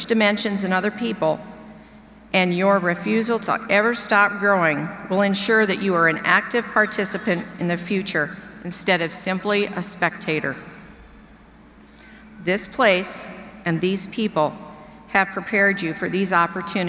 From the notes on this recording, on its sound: delivered remarks to University of Nebraska-Lincoln graduates during the August 17, 2019, commencement ceremony